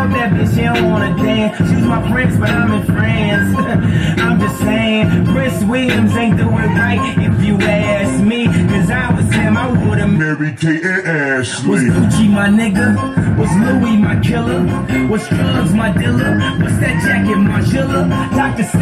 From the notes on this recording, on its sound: ITV LIVE. Poolside in Kalamazoo.